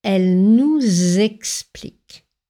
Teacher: attention à faire la liaison en z devant le verbe conjugué explique